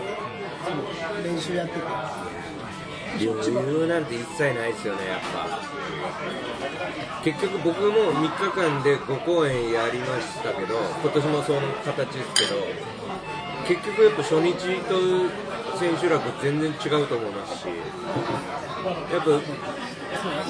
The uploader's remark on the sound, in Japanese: 神保町花月近くの居酒屋で収録しました。